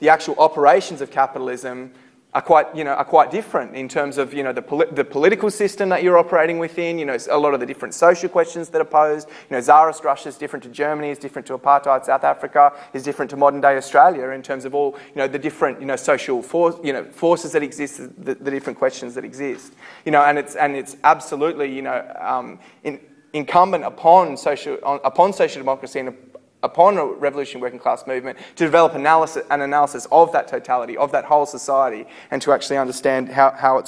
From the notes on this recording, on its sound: Recorded at a Solidarity meeting in Sydney, September 2012.